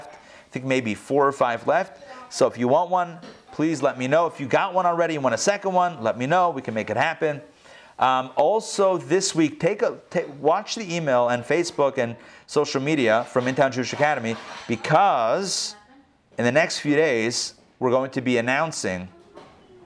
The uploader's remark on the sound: Recorded live in Atlanta on November 29, 2020